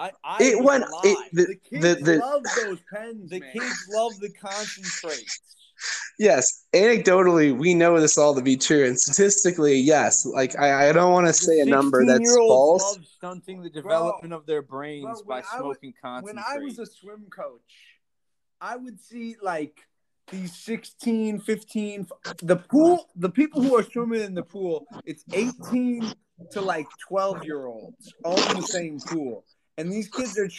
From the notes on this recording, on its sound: Blame the audio on the anchor app